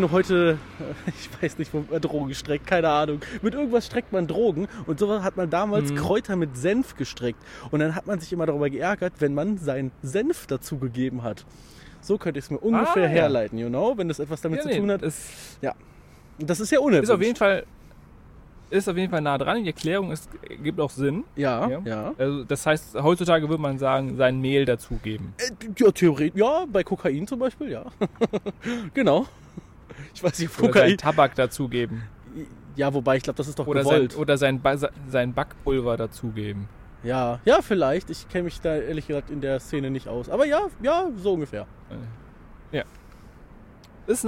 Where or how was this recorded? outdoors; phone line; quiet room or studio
outdoors